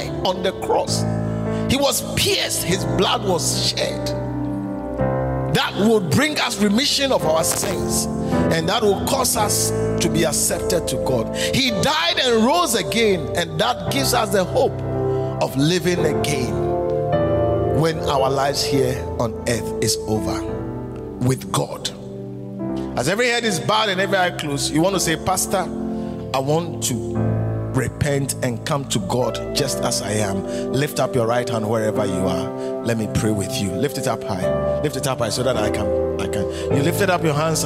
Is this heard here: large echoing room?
yes